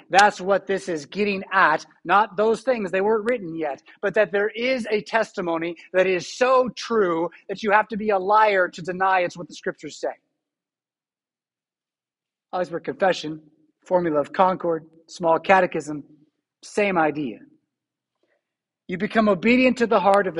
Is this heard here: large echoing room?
yes